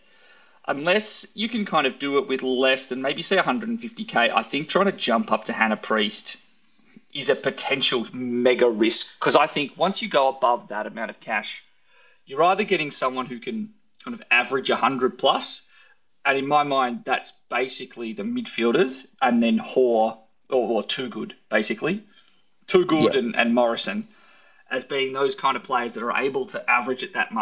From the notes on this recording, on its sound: Live Twitter Spaces recording